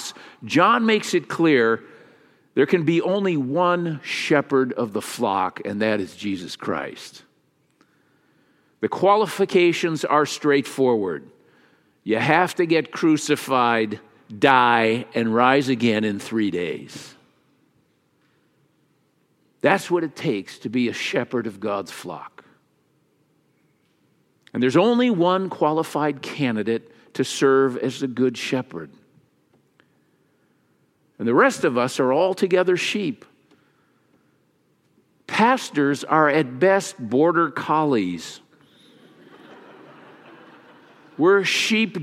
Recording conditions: large echoing room